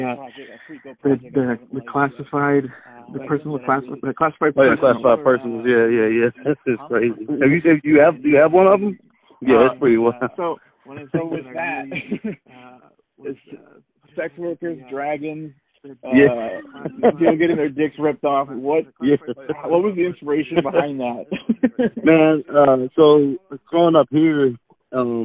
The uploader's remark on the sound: Phone Call